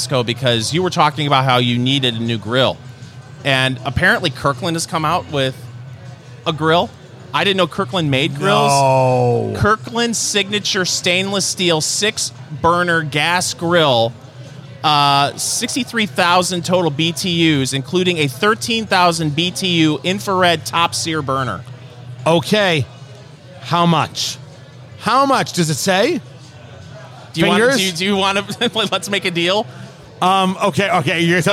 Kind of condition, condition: setting, busy venue